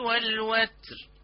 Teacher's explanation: في قول الحق تبارك وتعالى والشفع والوتر، التاء في والوتر التاء ساكنة، وفتح الله عليك لقد أتيت فيها بالهمس